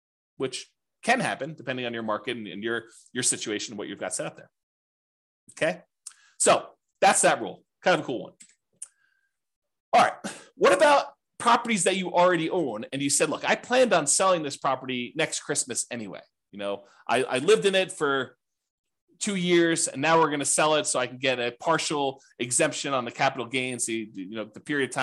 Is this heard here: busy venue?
no